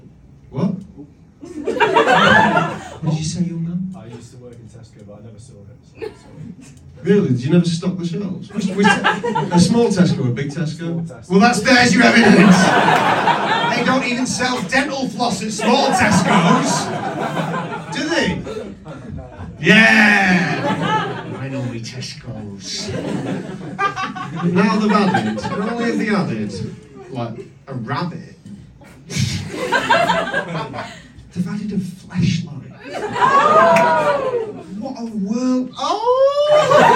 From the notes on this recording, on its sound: Recorded live in London.